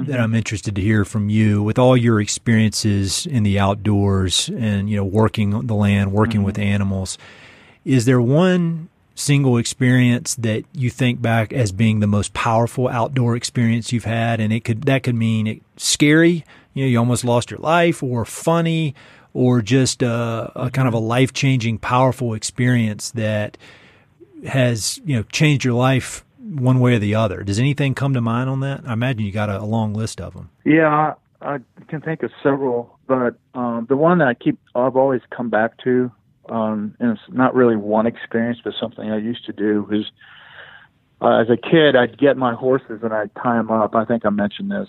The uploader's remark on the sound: On the phone, where he was gracious enough to take time away from one of his New Mexico operations to chat with me.